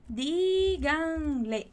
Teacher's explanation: aqui a gente tem uma palavra com 3 sílabas e a ênfase dela está na primeira sílaba já. Então, por isso a gente tem esse acento.